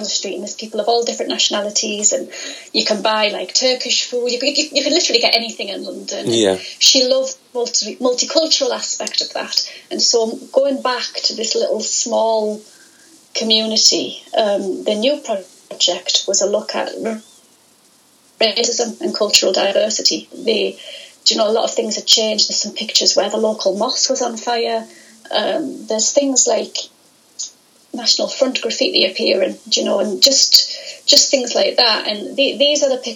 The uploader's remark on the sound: This interview was recorded via Skype